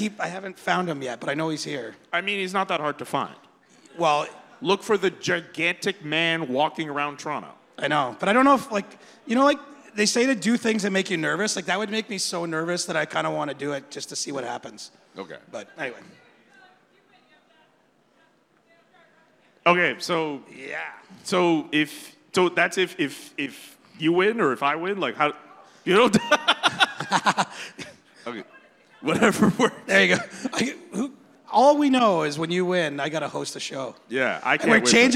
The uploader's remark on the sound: Live from All-Star Weekend At The Rec Room